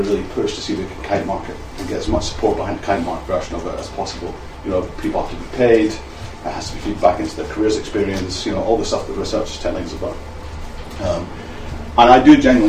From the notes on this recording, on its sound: Speaks at SRHE Enterprise and Work-based Learning Network.